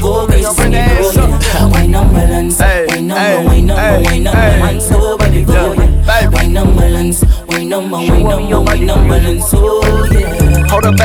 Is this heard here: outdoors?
no